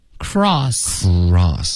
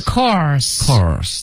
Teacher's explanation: 它不是 cr 再卷舌，是 cr 一爆这个 cr 进入到 r · Shown in: first take